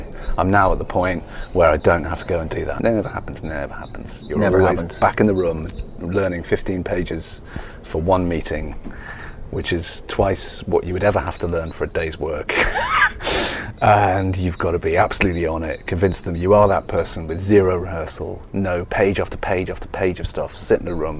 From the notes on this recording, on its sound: Recorded in his garden